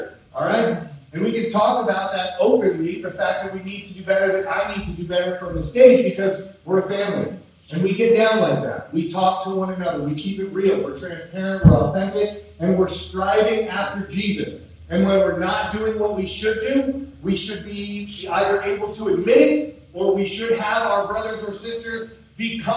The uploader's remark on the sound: Please Forgive Us We Had Some Audio Malfunctions, The Audio Is Rough!!!